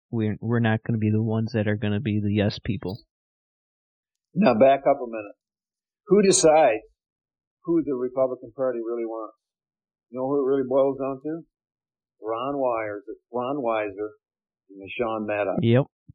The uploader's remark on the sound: I apologize for some audio issues we had with this episode due to being remote.